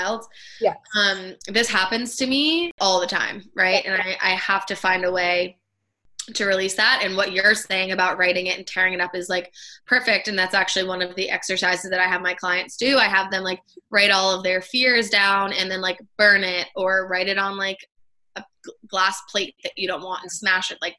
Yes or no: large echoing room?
no